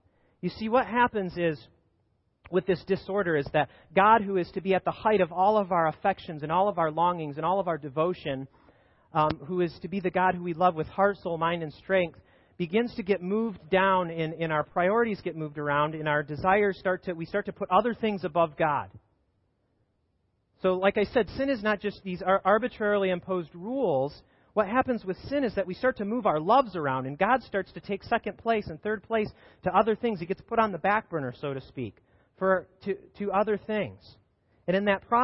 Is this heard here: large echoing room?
yes